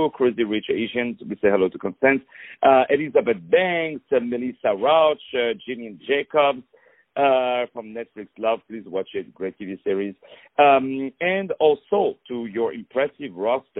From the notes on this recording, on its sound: On the phone